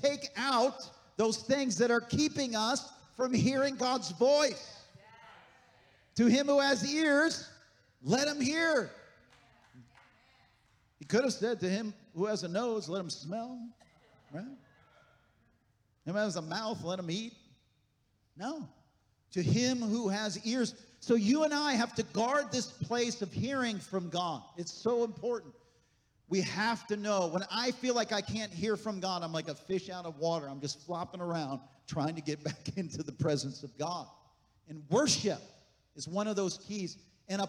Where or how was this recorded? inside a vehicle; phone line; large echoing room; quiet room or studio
large echoing room